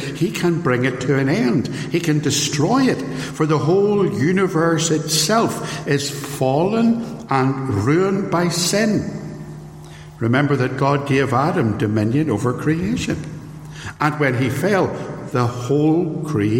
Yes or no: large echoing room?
yes